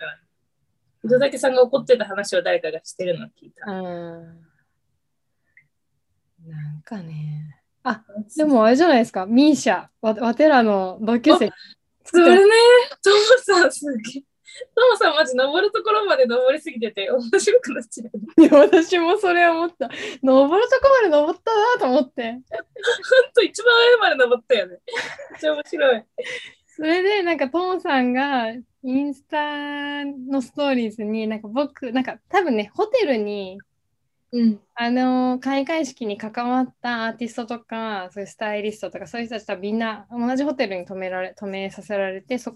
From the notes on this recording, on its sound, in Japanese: 東京と富山でzoomにて収録。